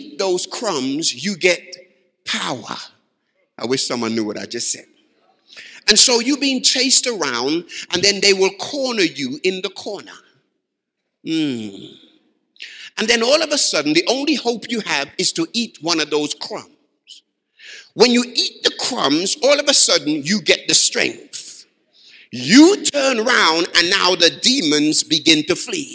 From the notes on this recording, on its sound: Live from Baraton University Church 2018.